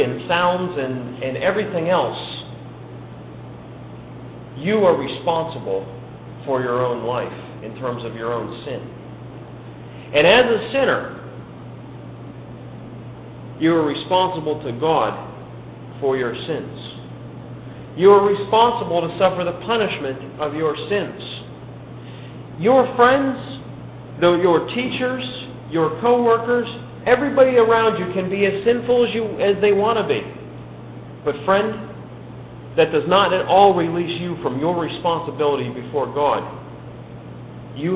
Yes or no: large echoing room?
yes